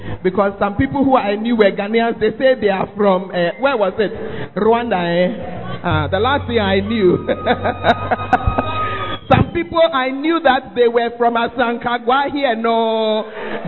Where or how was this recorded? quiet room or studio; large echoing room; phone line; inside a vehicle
large echoing room